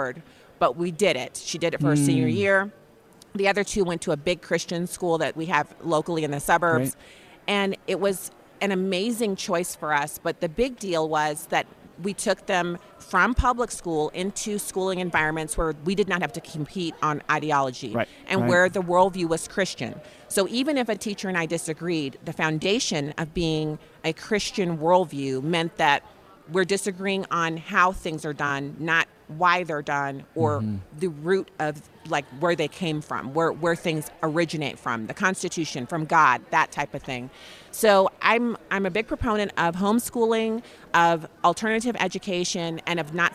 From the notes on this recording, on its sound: live from Western Conservative Summit 2022